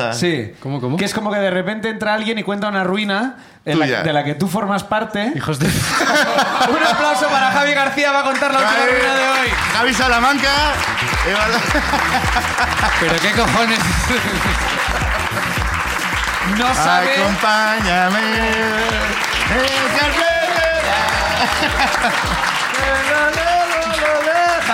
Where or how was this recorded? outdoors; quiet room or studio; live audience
live audience